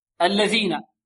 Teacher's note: الذال هنا معجمة كذلك تخرج من طرف اللسان مع طرف الثنايا العليا، هكذا لابد من إبراز اللسان، ثاء ثاء ثاء ذا غ.